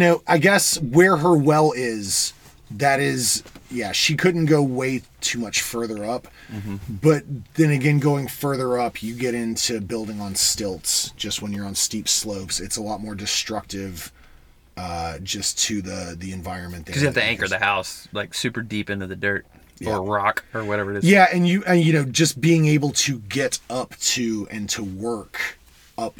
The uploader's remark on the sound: from the van